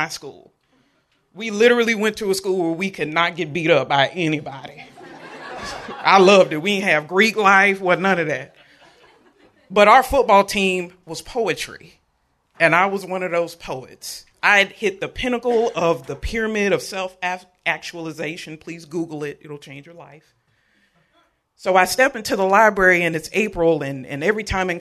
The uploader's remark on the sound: Recorded live at Amurica in Memphis, TN.